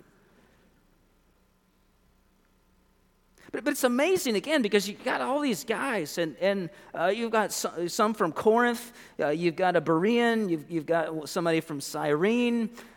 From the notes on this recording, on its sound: Originally recorded on 06/25/23 at First Baptist Church in Mount Washington, KY.